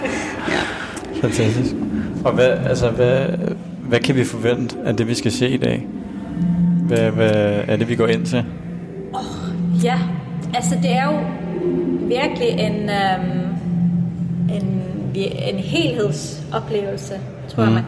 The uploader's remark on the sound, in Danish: Vi tog på Thorvaldsens Museum hvor der udfoldede sig noget helt specielt. Vi gik ind i museets store haller uden at vide hvad vi gik ind til. Vi blev hurtigt overvældet af museets overdådige store rum hvor enhver lyd gav ekko i en næsten himmelsk klang. De store rum hvor der var højt til loftet, befolket af de utallige gigantiske statuer.